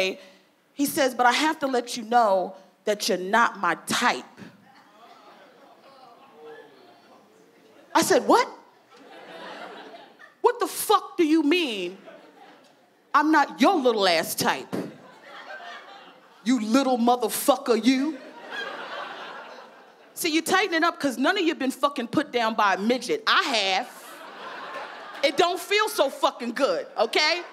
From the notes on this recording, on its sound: stand up from the #JustForLaughsFestival in 2016